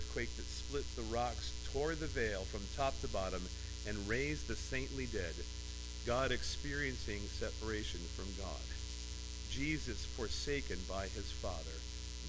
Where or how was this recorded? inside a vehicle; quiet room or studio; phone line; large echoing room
large echoing room